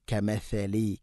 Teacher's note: നാവിൻ്റെ അറ്റം മുൻപല്ലുകളുടെ ഇരു നിരകൾക്കിടയിലൂടെ അല്പം പുറത്തോട്ട് വരണം.